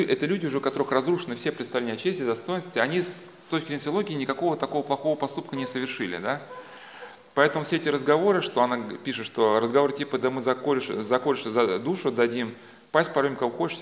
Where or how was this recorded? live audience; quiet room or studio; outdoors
live audience